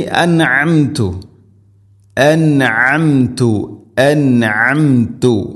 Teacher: അൻഅംതു കൃത്യമായിട്ട് നൂനിനെ വെളിവാക്കണം.